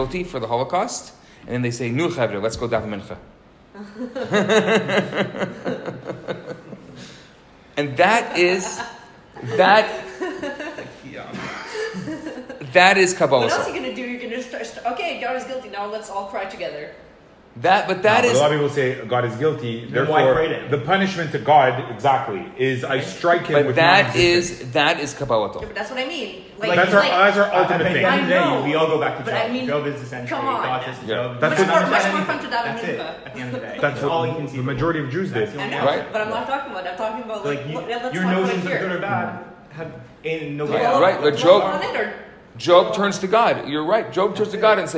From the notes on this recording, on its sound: Recorded Live at Rohr Chabad NDG in Montreal, Canada on May 30, 2018